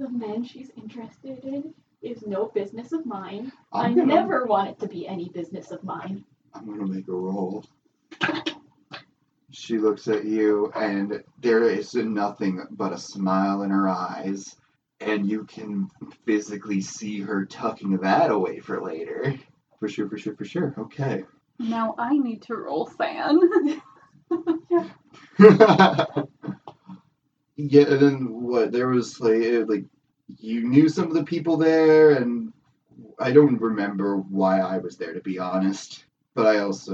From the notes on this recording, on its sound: Apologies for the sound quality. We are in the midst of migrating equipment and hope to have better production soon.